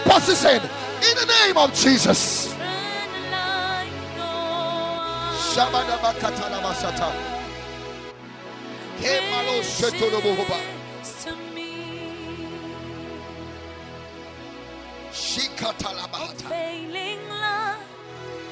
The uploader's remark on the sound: Preached at the Sunday Service.